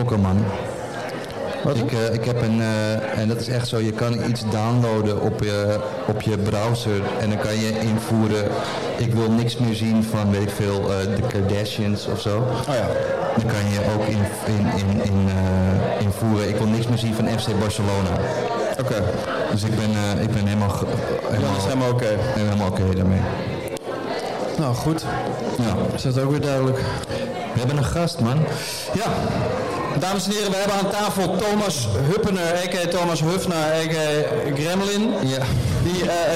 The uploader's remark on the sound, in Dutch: MUSEUMNACHT DEEL 1. Het geluid is crunch maar aren’t we all?